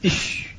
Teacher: ثم السابعة منها هي التفشي، وهو انتشار الهواء في الفم عند النطق بالحرف، وهو متفق عليه في الشين، وبالأخص يظهر كثيرا عند سكونها، إذا قلت إش فالهواء يتفرق في الفم، فيتفشى فيه، والتفشي هو الشيوع، والخبر الفاشي أي الشائع.